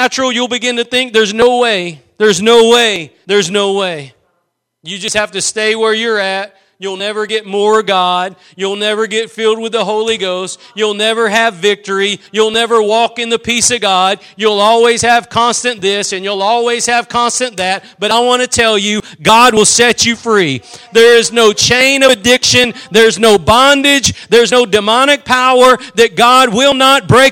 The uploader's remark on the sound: Preached at Gospel Lighthouse in Bossier City, La.